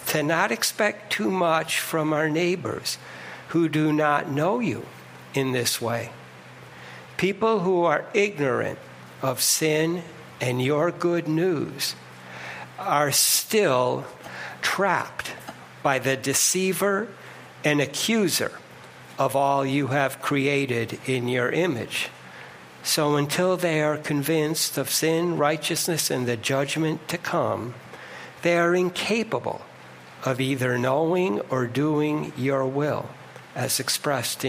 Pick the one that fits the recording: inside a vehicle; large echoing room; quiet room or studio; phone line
large echoing room